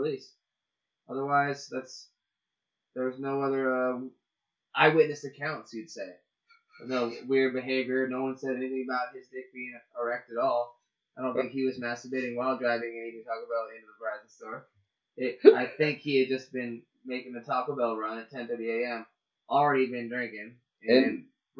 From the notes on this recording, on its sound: Smiley engineering sound. Some mastering has been done, but the audio quality is not as great.